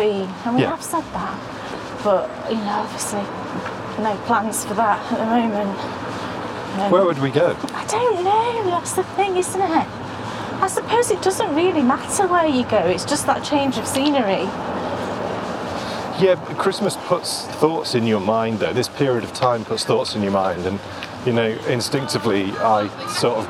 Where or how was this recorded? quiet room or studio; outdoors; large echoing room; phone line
outdoors